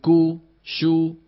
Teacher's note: كو هذه شديدة، شو هذه رخوة، لو هذه بينية، زمنها واحد